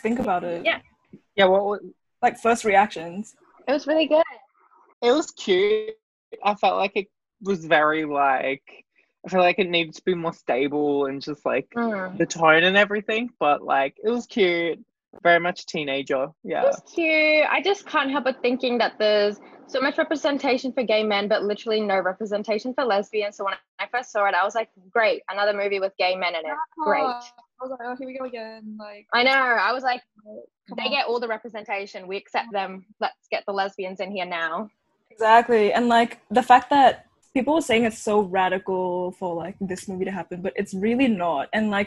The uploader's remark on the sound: I'm sorry if the sound quality isn't the best but i tried !